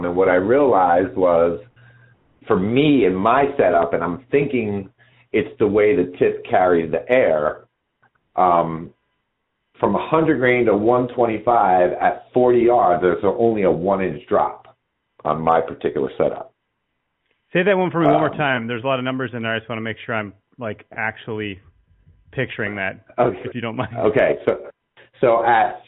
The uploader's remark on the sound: live listener calls